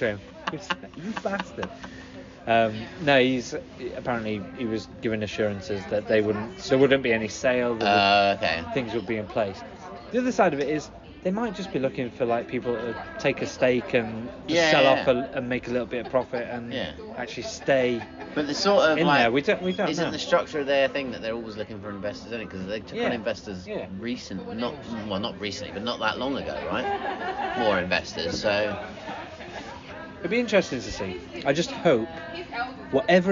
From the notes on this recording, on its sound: In the pub to record this weeks pod. There is a cracking joke, some singing and lots of footy chat.